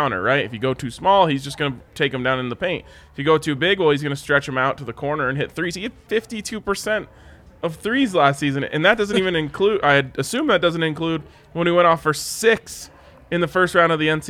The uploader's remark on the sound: Come to you LIVE from the DNVR Bar.